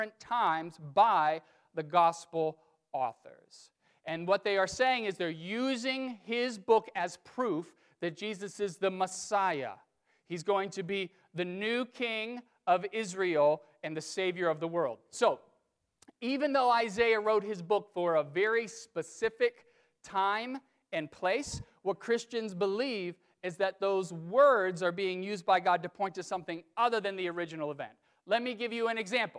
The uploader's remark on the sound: During the 9:00 AM service on Sunday Decembrer 1, 2019, at First Presbyterian Church of Arlington Heights, Illinois.